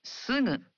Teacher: for other syllables, such as sugu, you pronounce the gu sound as a nasal · Term: voiced nasal